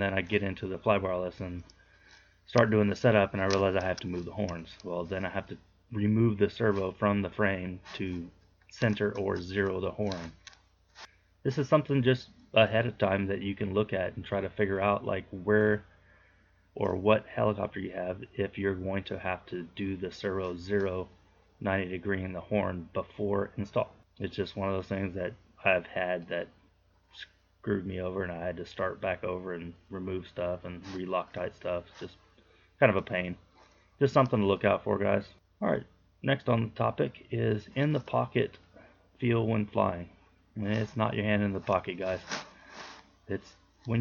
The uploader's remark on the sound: Audio has issues.